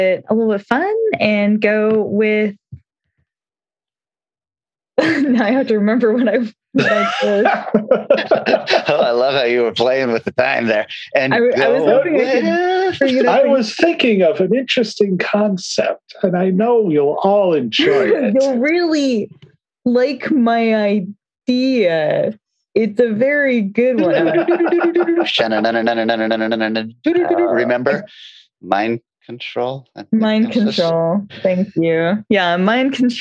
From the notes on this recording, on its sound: you get another Zoom episode!